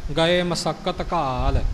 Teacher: ਮਸਕਤ ਸੱਸੇ ਉੱਪਰ ਥੋੜ੍ਹਾ ਜਿਹਾ ਭਾਰ ਆਇਆ, ਇਉਂ ਪਾਠ ਕਰਨਾ, ਮਸਕਤ ਨਹੀਂ ਬੋਲਣਾ, ਗਏ ਮਸਕਤ ਕਾਲ, ਇਉਂ ਪਾਠ ਕਰਨਾ ਹੈ ਜੀ।